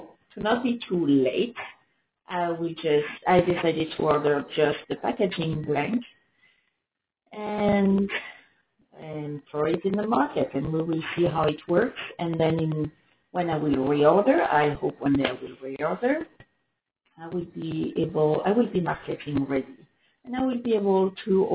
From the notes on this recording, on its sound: Sorry for the sound, this is horrible. To be honest I have no idea wihy the sound is sooooo bad !